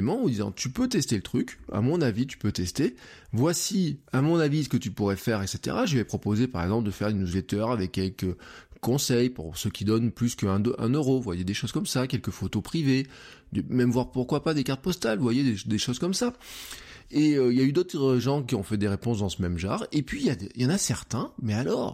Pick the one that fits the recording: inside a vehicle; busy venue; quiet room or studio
quiet room or studio